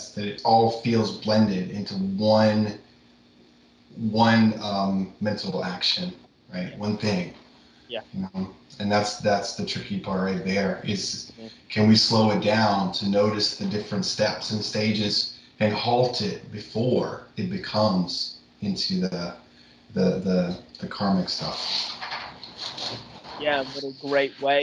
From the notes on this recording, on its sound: Skype calls on this channel.